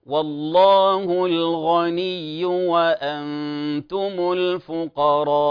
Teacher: كلمة الغني قد تبدل أحيانا لغلبة اللهجة بالقاف، وهذا خطأ